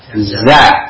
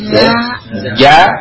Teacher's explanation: Yang za ini tidak ada tertahan. Kalau ja ada tertahan.